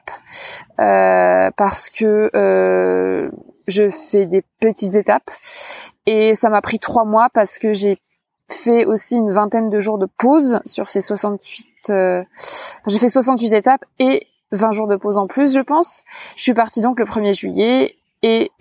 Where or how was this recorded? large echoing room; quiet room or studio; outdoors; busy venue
outdoors